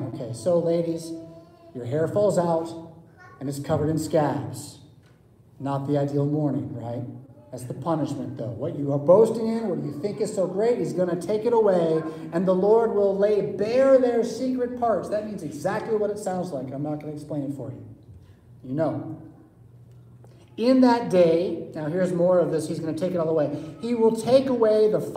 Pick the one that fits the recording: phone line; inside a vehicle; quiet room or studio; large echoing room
large echoing room